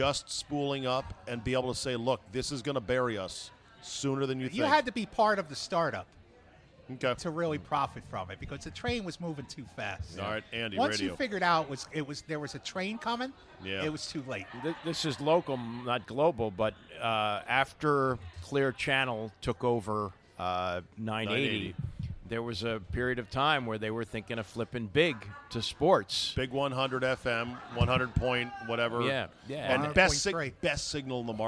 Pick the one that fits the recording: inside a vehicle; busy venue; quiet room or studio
busy venue